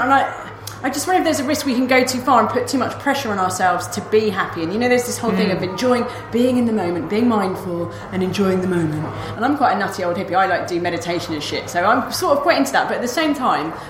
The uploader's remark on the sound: We are on location for this episode, coming to you live from the launch